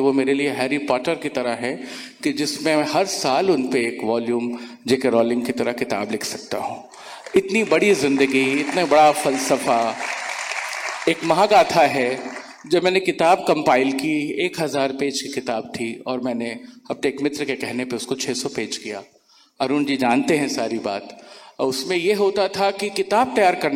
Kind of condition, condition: setting, live audience